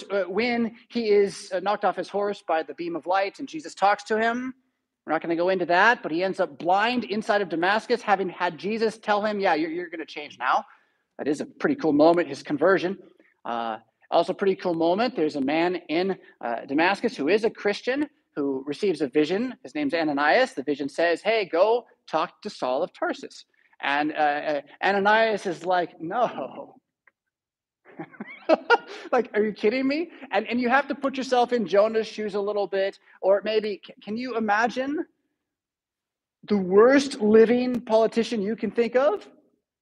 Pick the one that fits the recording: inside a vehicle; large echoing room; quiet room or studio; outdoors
large echoing room